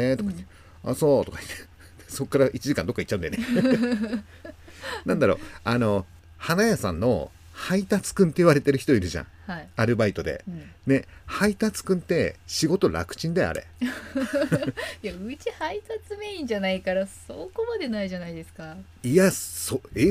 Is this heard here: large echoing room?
no